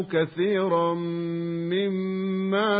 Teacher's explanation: تنوين وبعده ميم يسمى إدغاما بغنة